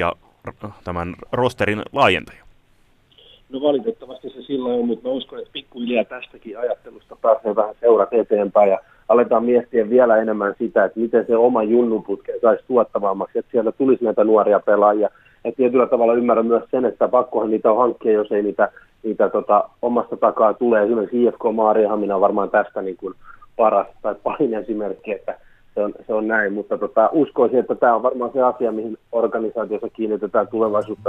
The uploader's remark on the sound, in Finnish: Puhelinhaastattelussa